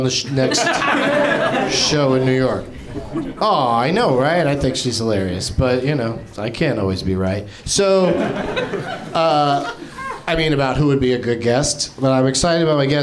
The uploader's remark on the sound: Live from the NerdMelt Showroom in LA